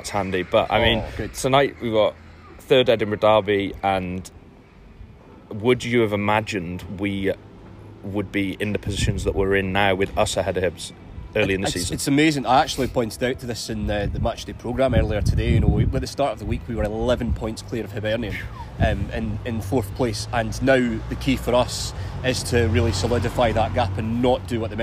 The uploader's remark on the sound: They were live at Tynecastle Park and Easter Road for the men’s game against Ross County and the women’s derby against Hibs.